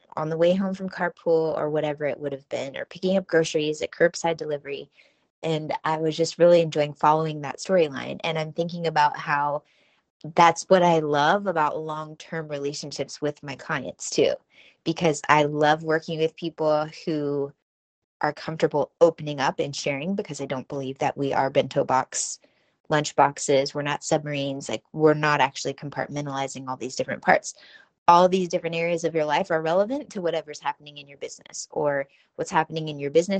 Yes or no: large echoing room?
no